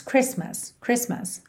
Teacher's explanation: a palavra Christmas não tem o som da letra T. Fica Chris, para no S, mas, Christmas, Christmas, ok?